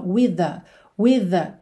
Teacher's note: With termina em TH, the começa em TH, você junta num som só.